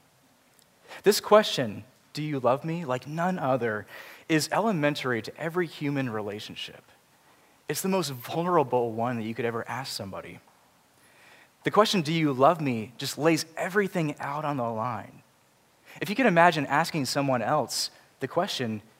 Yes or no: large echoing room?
yes